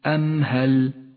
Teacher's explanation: تظهر الميم من غير غنة أو تشديد · Term: الإظهار الشفوي